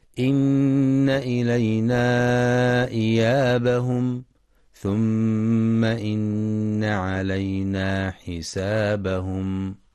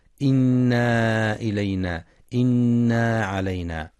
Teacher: وفي قوله سبحانه: إن إلينا إيابهم ثم إن علينا حسابهم، يخطئ من يقرأ إن إلينا وإن علينا بإثبات ألف بعد النون هكذا: إنا إلينا إنا علينا، والصواب أنها نون مشددة مفتوحة مع بيان الغنة · Shown in: first take · فهي أكمل ما تكون فيها.